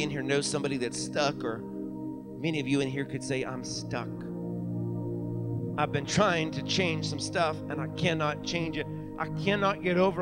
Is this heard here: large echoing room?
yes